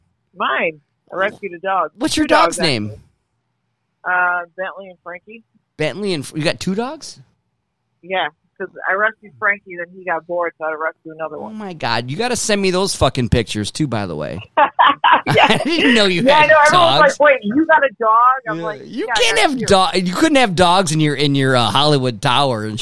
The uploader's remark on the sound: Live Podcast call to my Hollywood/ slash Vegas high school friend.